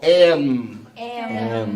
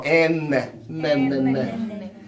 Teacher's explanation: Você viu que o am eu tenho que fechar a boca, né? O M no, no inglês eu fecho a boca, ó. Am. am. Né? E o N eu não fecho, ó. N.